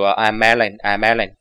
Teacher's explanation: I'm Alan 呢，那个跟后面的 I 要连读